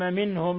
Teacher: منهم نون ساكنة جاء بعدها الهاء إظهار حلقي